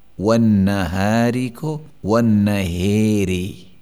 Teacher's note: ایسی را جو کلمے کے آخر میں ہو اور ہو مکسور، تو اس میں امالہ ہوتا ہے